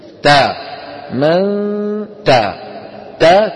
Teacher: تخرج التاء مجردة عن الغنة